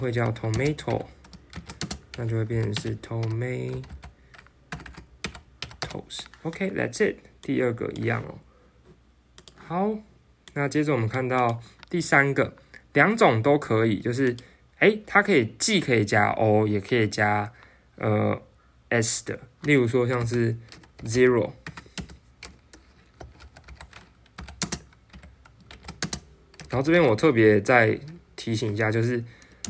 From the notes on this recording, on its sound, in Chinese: 電腦只錄了4分鐘，手機也只有錄到三十八分鐘。(手機旁邊錄音請見諒)。